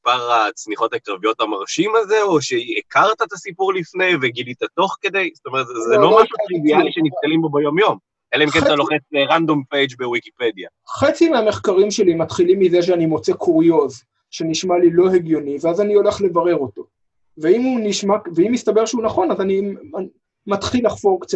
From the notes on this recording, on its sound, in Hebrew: הקלטה דרך זום